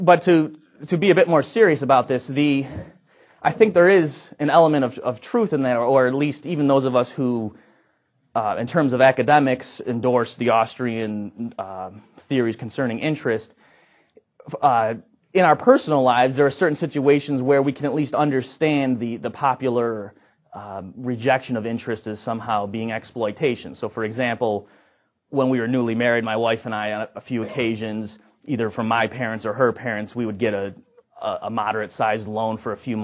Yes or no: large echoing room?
yes